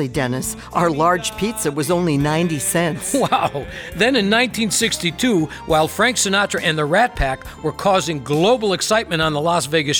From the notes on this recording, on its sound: Live at the South Point Casino.